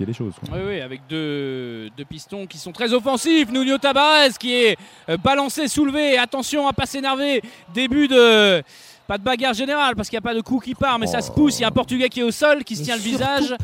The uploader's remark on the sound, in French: en direct du stade Vélodrome